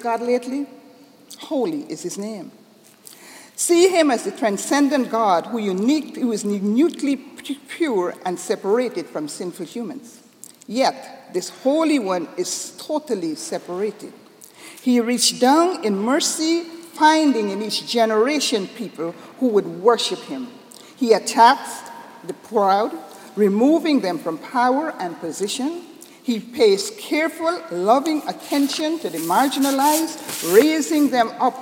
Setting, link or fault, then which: setting, large echoing room